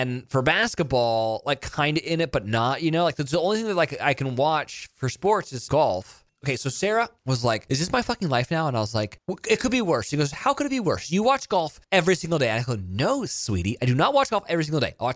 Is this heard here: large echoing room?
no